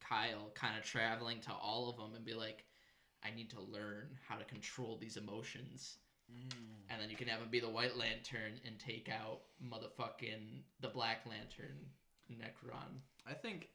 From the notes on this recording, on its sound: Once again we did have microphone issues but that should be solved after this episode.